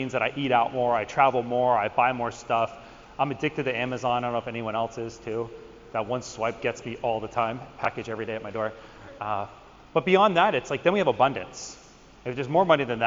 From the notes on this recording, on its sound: Recently spoke at the NAVC VMX 2023 conference where he discussed with the audience. You will get a snippet of the actual presentation.